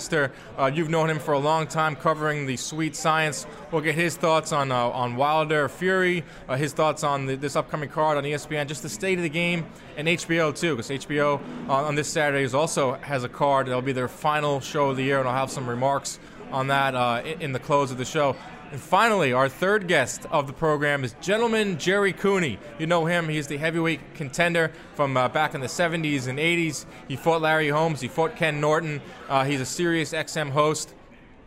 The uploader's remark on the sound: on location from Jack Doyle’s Restaurant and Bar